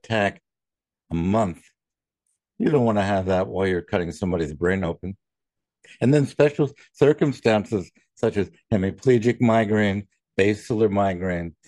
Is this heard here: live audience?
no